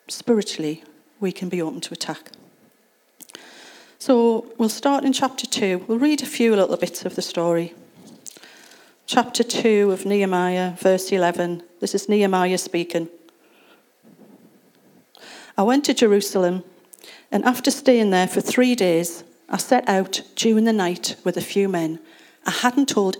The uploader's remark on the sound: Recorded at Acorn Community Church on Sunday 29th October 2023.